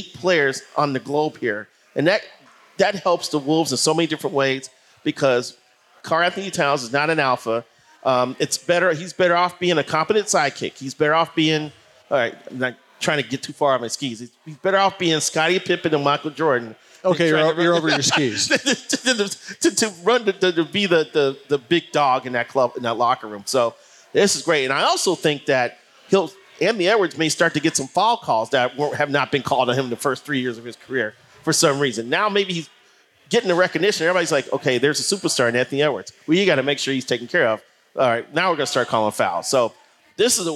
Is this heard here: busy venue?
yes